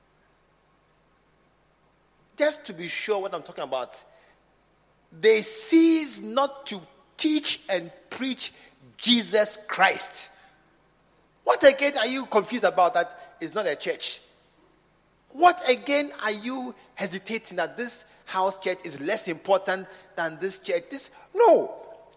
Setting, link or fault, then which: setting, large echoing room